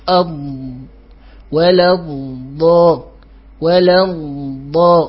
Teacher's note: فاستمرار صوت الضاد هو صفة الرخاوة، وتحرك اللسان، احنا بنفرق بين الرخاوة والاستطالة، استمرار صوت الضاد هذه رخاوة، ها هو جريان الصوت عند النطق بالحرف هذه رخاوة، لكن تحرك اللسان أثناء النطق به هو صفة الاستطالة